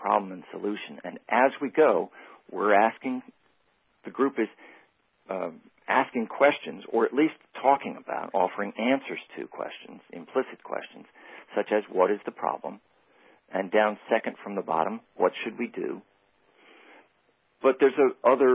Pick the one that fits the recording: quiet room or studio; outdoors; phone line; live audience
phone line